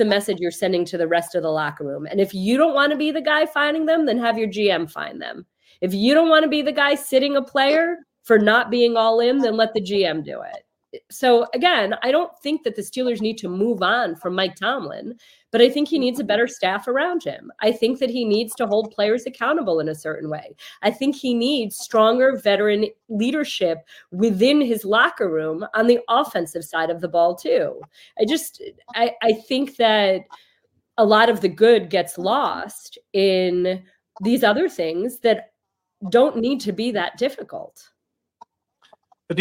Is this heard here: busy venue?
no